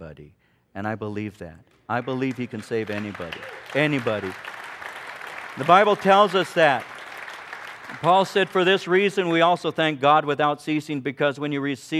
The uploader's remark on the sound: From the 2005 Southwest Men's Conference, Godly Living in Perilous Times.